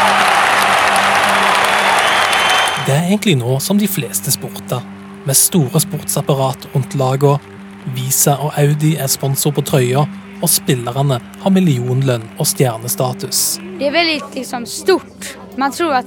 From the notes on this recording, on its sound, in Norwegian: I bakgrunnen lyder brølene til tusenvis av ivrige fans. De er alle samla i en baskettballarena i New York.